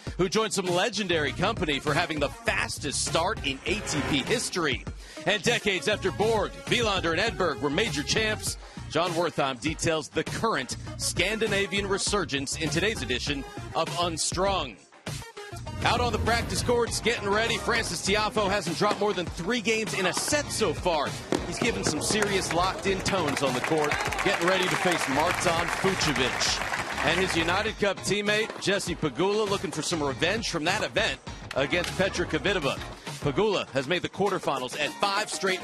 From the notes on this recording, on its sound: TC Live is back, live from Indian Wells!